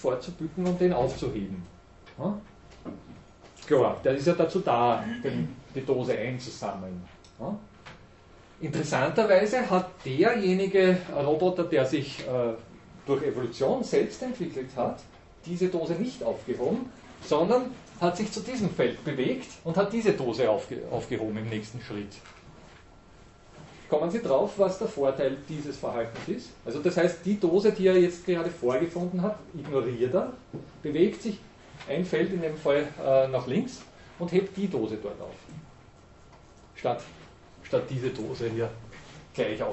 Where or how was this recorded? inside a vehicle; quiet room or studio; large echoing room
large echoing room